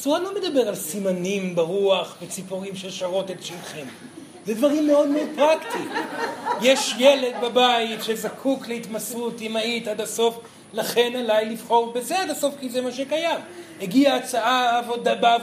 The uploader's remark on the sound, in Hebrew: זוהי הקלטת מעגל חי בנוכחות תלמידים, הכוללת הרצאה וכן שאלות ותשובות